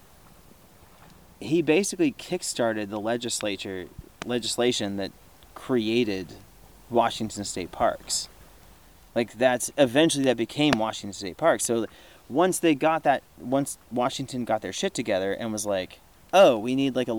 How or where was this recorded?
outdoors